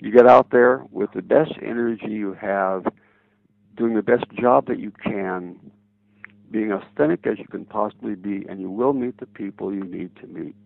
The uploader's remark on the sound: the second part of their phone conversation